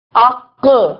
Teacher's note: तो आखिर जबान यानी जबान की जड़ से और जबान की छत जो है के अंदर के हिस्से से काफ निकलता है। अक, आप महसूस करें।